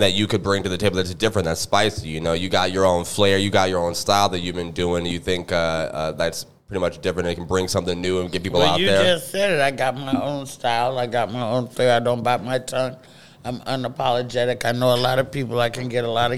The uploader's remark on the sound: We recorded this podcast between sets of the early & late show at the Comedy Zone